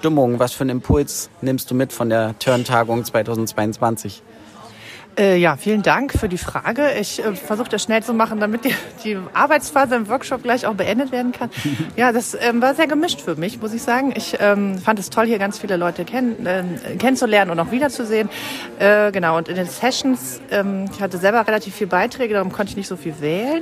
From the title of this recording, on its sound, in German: vor Ort: TURN-Tagung 2022 in Kiel